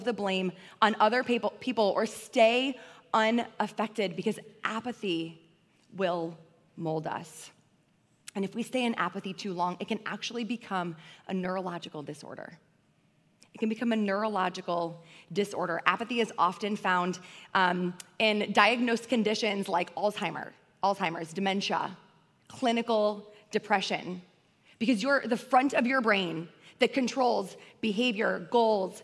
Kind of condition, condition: setting, large echoing room